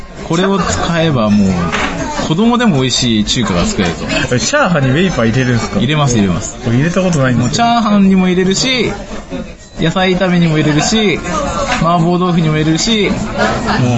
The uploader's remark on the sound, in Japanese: 今回は中華料理店で収録したので雑音がすさまじいです。